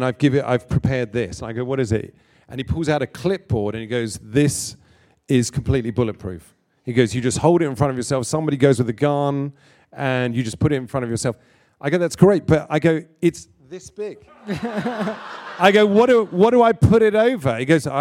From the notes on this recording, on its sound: This episode was recorded in front live audience as part of the SAG Conversations series at the SAG-Aftra Foundation in Los Angeles.